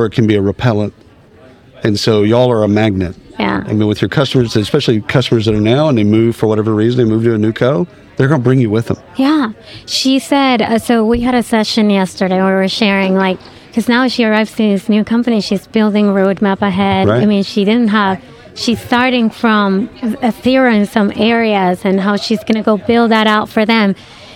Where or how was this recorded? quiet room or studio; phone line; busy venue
busy venue